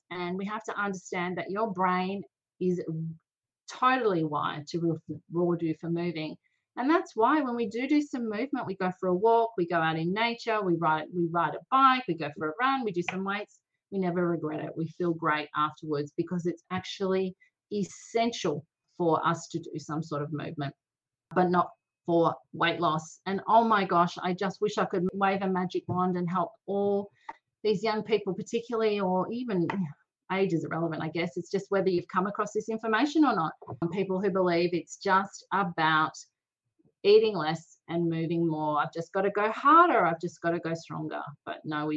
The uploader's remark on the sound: Recorded a live and interactive webinar on this topic, and she’s sharing the audio with you.